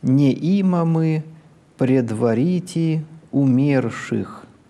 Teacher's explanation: «Пред ва» — это основной тон. Дальше спускаемся на «си». «Ри ти у». А «мерших» опять выходим на основной тон, на ноту «до».